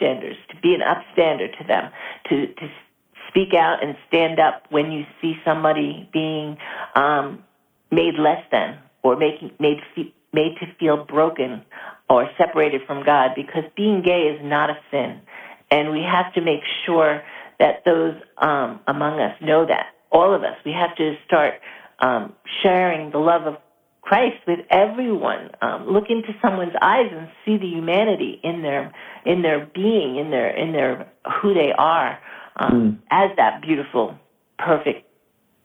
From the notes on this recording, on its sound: via telephone